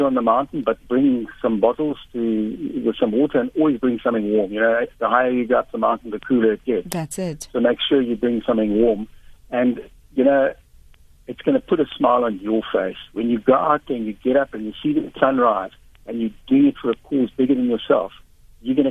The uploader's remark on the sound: GUEST (Phone)